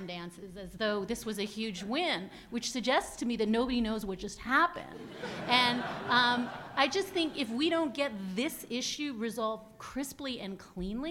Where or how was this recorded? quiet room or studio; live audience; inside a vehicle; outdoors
live audience